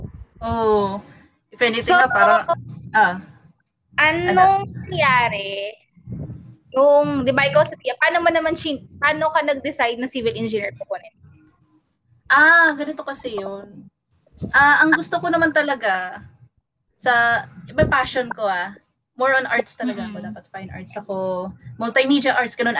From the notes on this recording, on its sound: Please bear with us sa audio ng episode na ito, alam nyo naman ang internet connection sa Pinas!